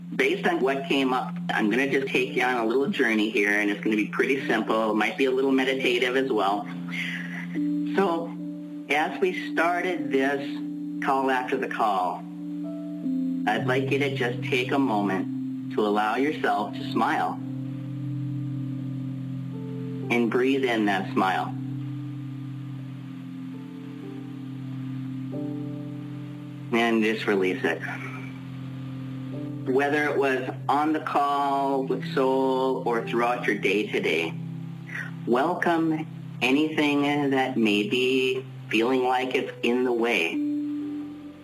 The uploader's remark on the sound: Pay Me What I'm Worth conference-call based classes. We record (then broadcast) our classes.